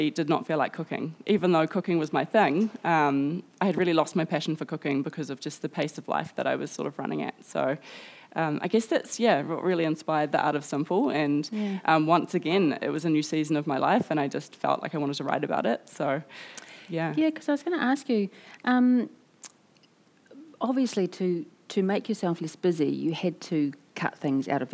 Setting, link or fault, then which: setting, busy venue